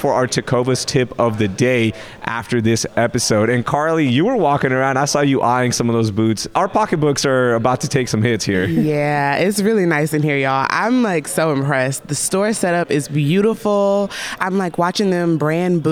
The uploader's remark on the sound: The City Cast Houston team is live from Tecovas store in Rice Village